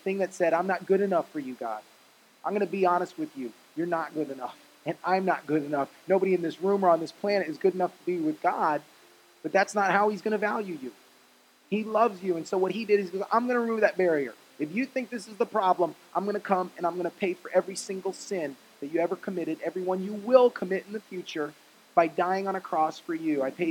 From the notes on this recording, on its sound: Message preached at Faith Generation in Cape Coral, FL on 3/15/20